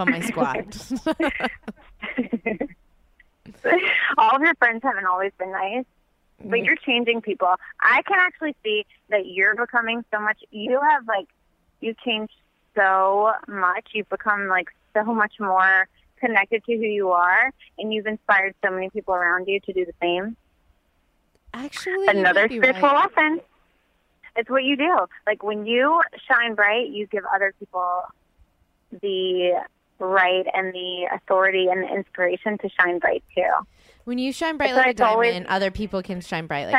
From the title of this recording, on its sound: records her phone conversation with her best friend